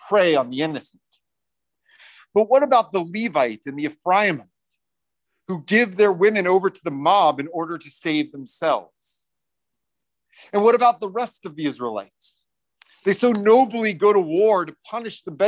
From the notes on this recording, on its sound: recorded at Temple Beth-El on December 18, 2021